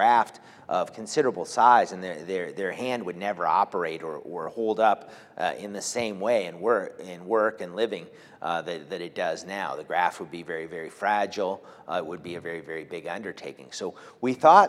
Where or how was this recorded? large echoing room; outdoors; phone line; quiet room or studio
large echoing room